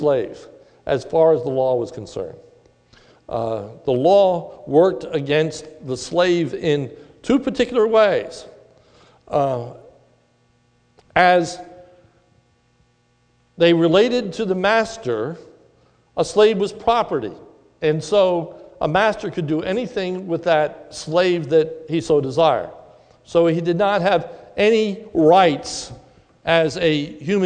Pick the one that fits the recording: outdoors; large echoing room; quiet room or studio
large echoing room